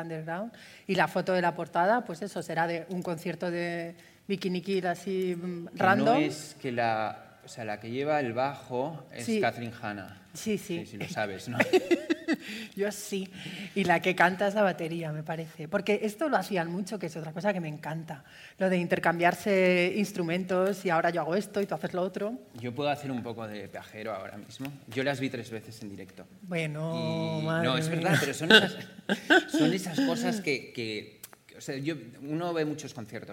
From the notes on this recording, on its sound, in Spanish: Grabado en vivo en las JPOD 2018 de Madrid.